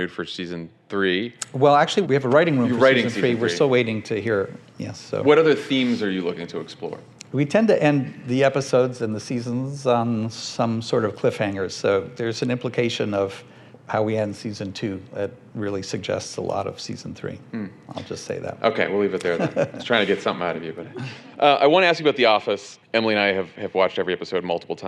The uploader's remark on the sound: Recorded live from the podcast stage at South by Southwest.